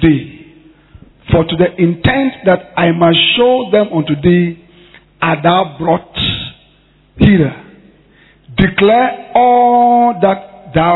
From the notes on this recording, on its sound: Preached at The Mega Church, Korle Gonno Cathedral. Thanksgiving Convention.